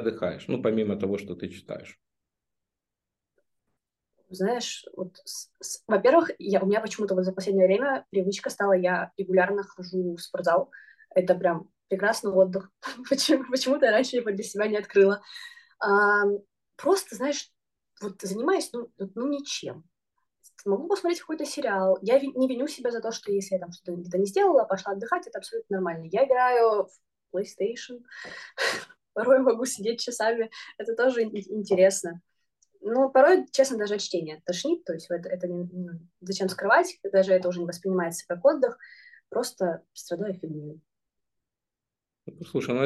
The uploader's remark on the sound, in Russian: мы записали новый зумподкаст